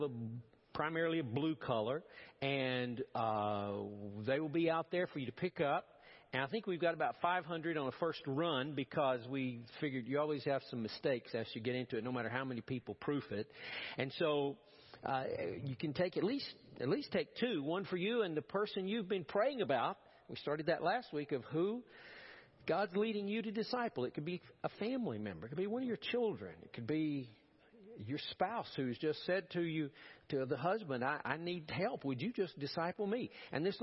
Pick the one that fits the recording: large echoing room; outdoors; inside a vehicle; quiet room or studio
large echoing room